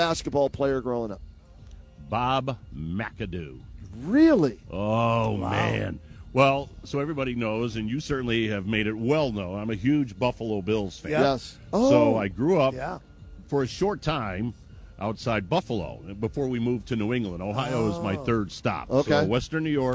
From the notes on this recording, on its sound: live from Rocket Mortgage Fieldhouse